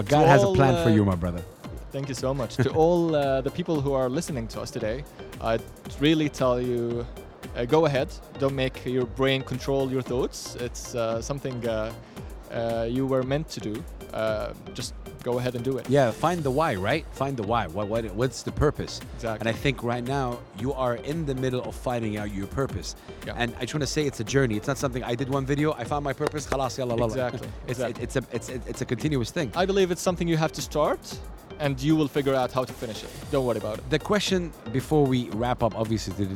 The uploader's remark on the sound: Live from SIBF 2023